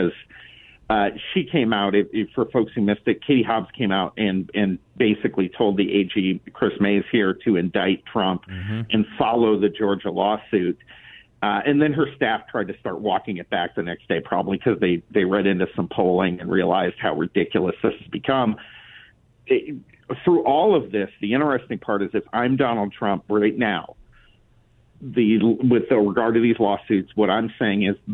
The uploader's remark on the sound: by phone for the full hour